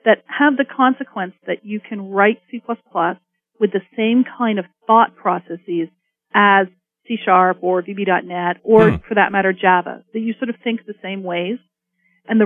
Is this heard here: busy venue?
no